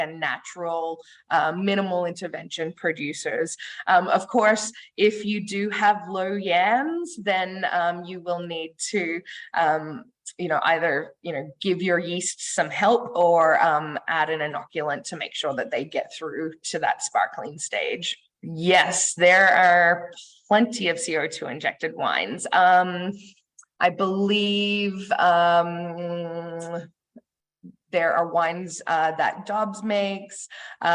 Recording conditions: video call